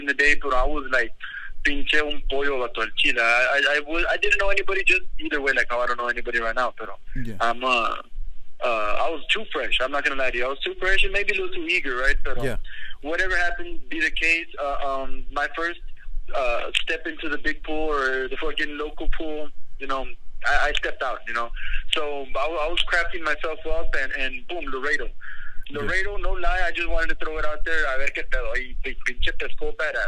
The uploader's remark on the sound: phone interview